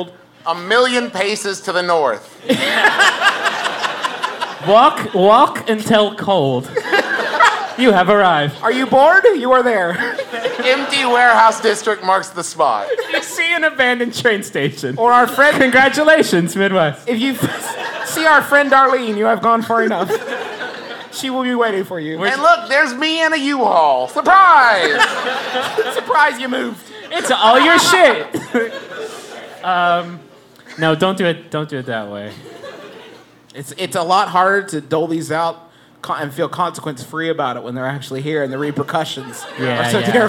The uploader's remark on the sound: We're live in Austin for the first part of our two-show comedy extravaganza.